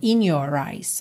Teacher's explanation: Aí do in pro your, juntou com N mesmo